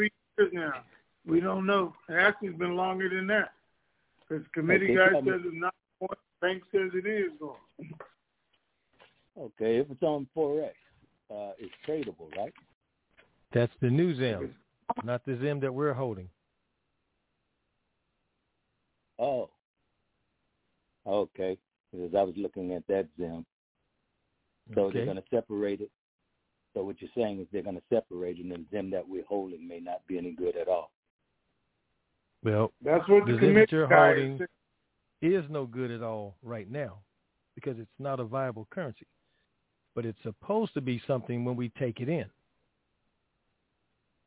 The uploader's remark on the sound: TNTSuperfantastic Conference Call - Friday, December 23, 2022